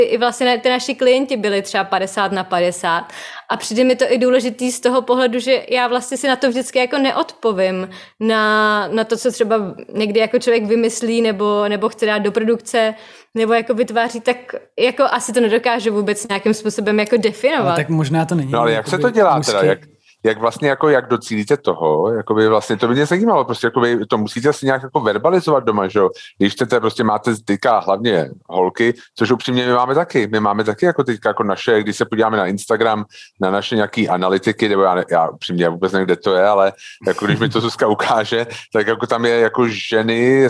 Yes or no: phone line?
no